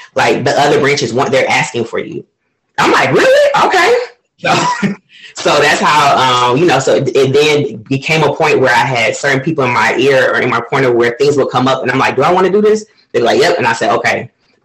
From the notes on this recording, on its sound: Please be advised, there were technical difficulties during this episode recording.